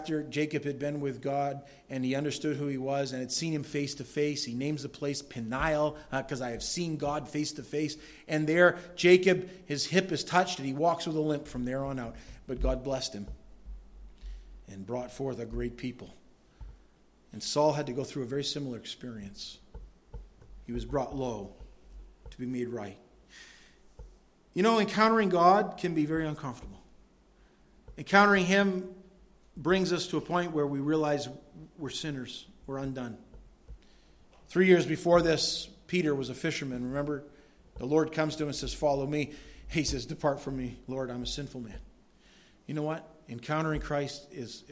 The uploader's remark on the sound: delivered at Madawaska Gospel Church